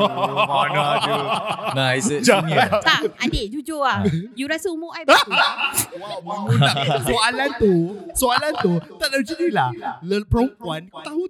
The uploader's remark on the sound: We apologize for the audio echoes. We chose a so-called 'haunted venue' to vibe with the horror mood, and the momoks there decided to mess up with our audio quality (not joking).